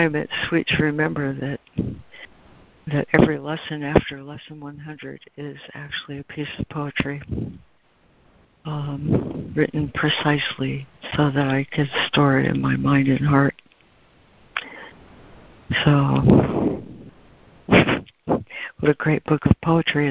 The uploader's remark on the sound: ACIM Daily Conference Call.